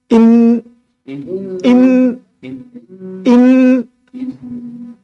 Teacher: عشان تجيب النون المشددة صح لسانك على طول يلزق في سقف الأسنان العليا